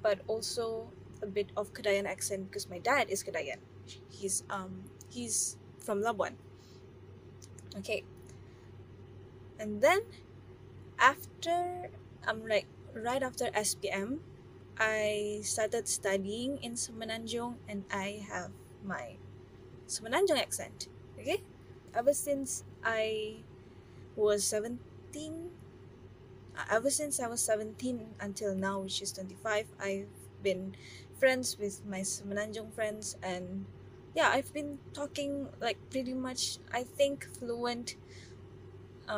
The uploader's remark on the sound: I recorded this in the car while waiting for my boba-less bubble tea order.